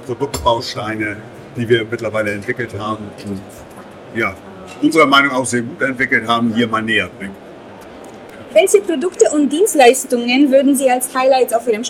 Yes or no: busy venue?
yes